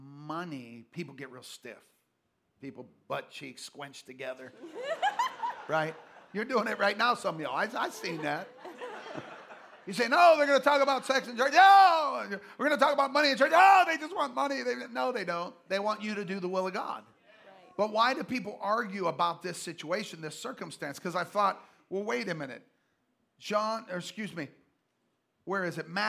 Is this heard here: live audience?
yes